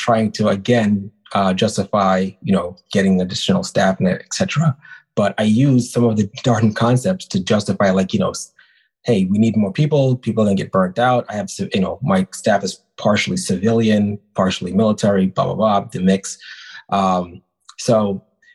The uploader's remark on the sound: we share the audio from a recent webinar